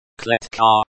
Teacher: stress on the first syllable